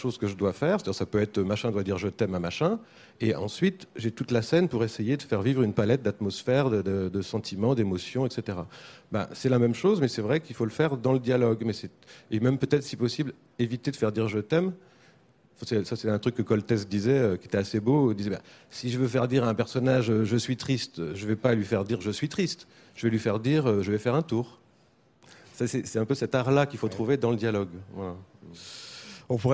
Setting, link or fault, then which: setting, busy venue